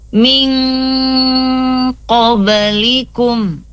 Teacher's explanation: Nun mati bertemu dengan huruf qaf, ya. Jadi dibaca samar, ya, bersiap menyebut huruf qaf. Jadi min qablikum. · Term: ikhfa hakiki